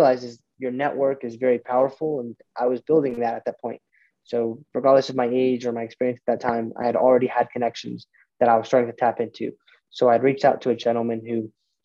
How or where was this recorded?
video call